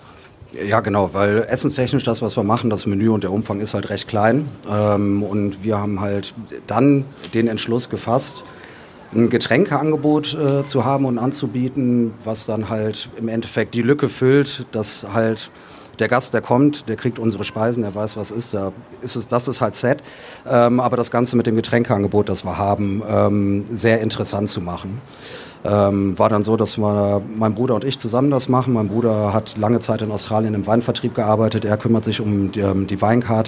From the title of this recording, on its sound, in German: Live am Stadtstrand